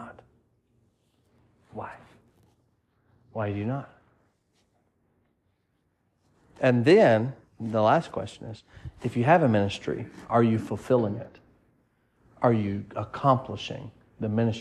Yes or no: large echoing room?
yes